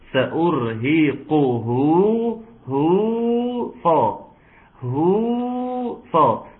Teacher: الضمة بتاعت الهاء هتتحول مني لمد طبيعي